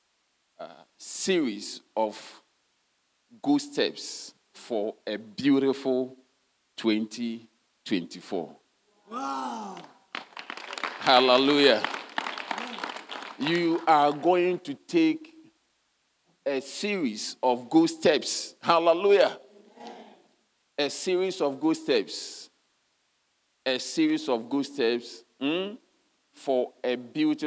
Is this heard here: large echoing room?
yes